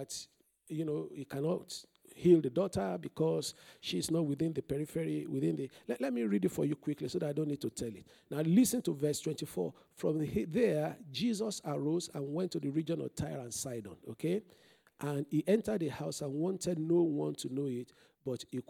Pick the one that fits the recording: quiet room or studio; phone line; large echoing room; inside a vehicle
large echoing room